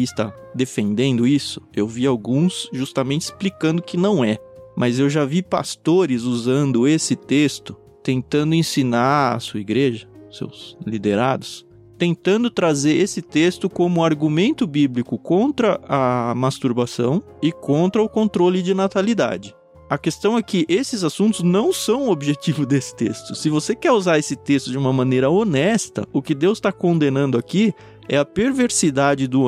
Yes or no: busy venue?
no